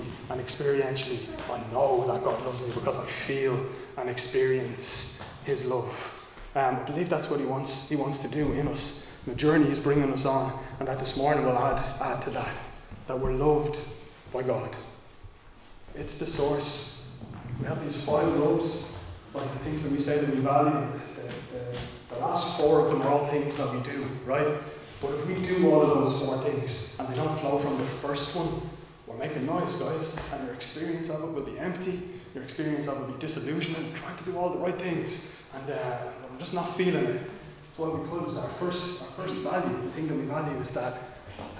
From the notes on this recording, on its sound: Recorded live in Liberty Church on 10 April 2022